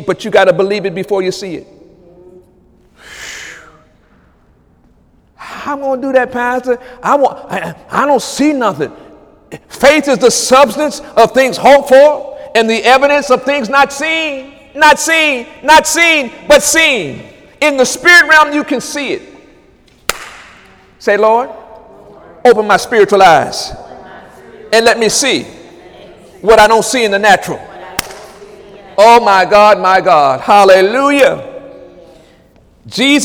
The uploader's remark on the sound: During Wednesday night service on August 16, 2017